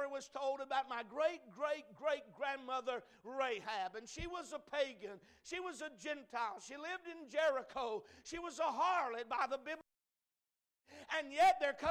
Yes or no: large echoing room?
yes